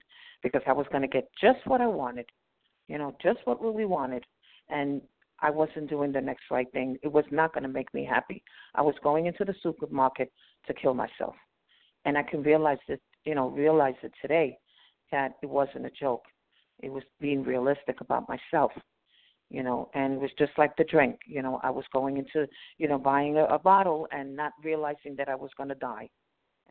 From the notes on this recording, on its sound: from the 100 Pounders Phone Meeting